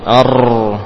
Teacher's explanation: Huruf ro kalau sukun sebelumnya seperti ini fathah, ya, dibaca dengan tebal r r. Nah, dan untuk perhatian ro jangan sampai berulang-ulang, ya, takrirnya jangan terus berulang r, ya, cukup sekali r hama.